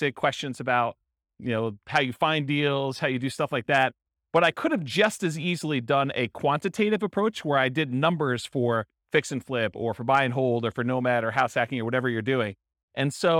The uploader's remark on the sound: Real estate entrepreneurs in New Haven, Connecticut. This was a live class recorded. The live in-person version.